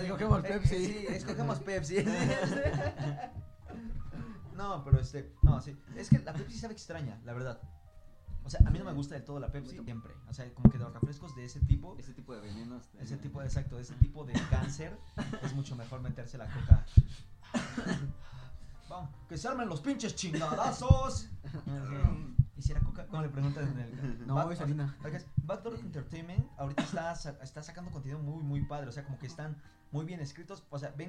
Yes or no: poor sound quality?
yes